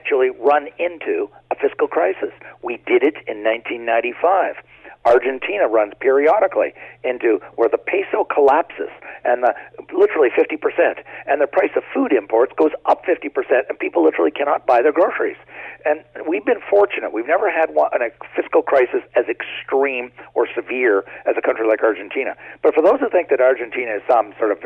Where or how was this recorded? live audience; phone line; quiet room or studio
phone line